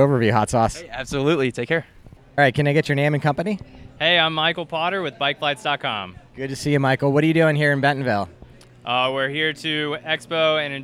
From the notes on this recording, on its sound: This week we come to you with recordings live from the Big Sugar Gravel event in Bentonville, AR.